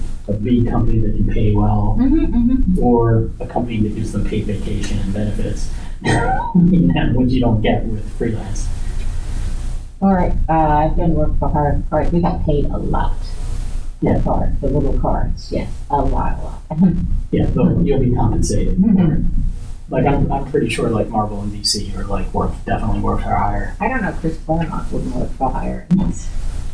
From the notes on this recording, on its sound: Recorded at Metatopia 2023